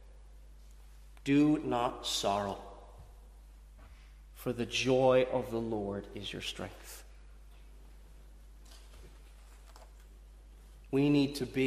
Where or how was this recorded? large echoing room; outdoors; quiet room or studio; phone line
large echoing room